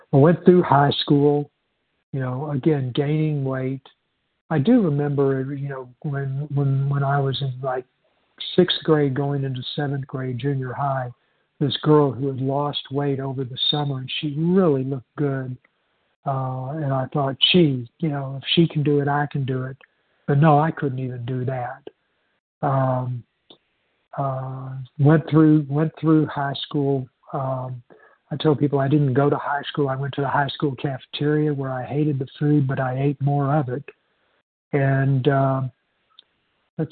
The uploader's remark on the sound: 100 Pounders Phone Meeting